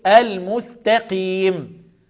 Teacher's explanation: والقاف في اقل درجات التفخيم، المستقيم